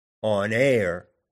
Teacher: On air, with the emphasis on the second word, is an iamb.